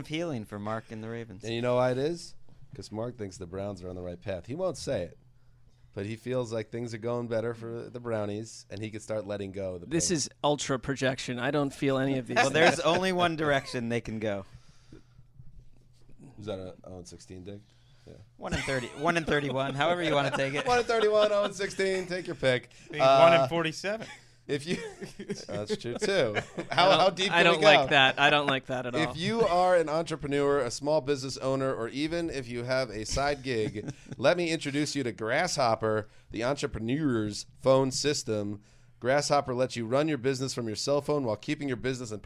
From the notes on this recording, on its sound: live from the Owners Meetings in Orlando